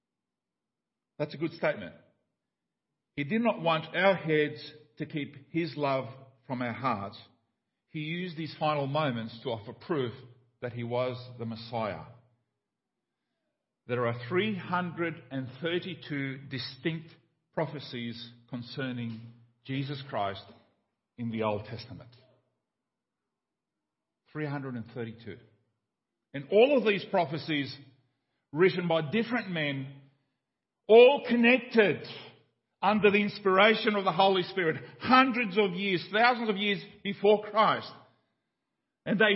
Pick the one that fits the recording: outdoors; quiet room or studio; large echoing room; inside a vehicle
large echoing room